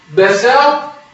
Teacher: الطاء موجود زي ما هي موجوده ولكنها غير مقلقله · Term: ادغام ناقص